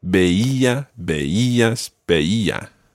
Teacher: with the stress each time on the E